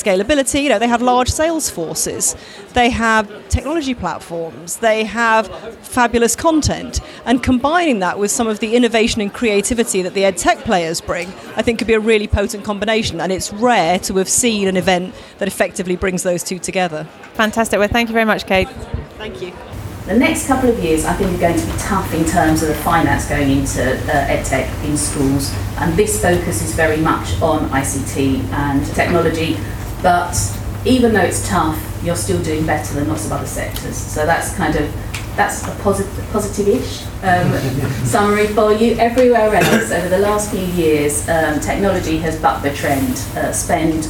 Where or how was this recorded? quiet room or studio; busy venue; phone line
busy venue